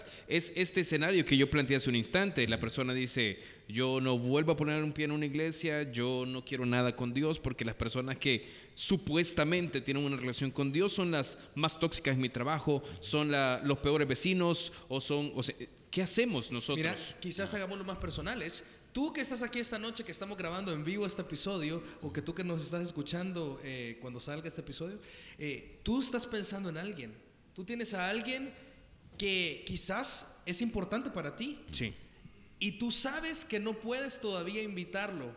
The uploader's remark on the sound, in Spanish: Una grabación en vivo desde Paradigma.